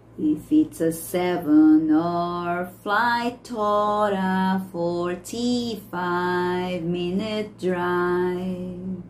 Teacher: esse T do flight vai emendar aqui com or